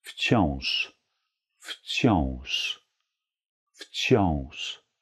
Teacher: ein weiches Sch, denn wir wollen niemanden erschlagen